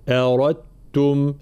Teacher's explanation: إدغام تام، را مفخمة بعدها التاء مشددة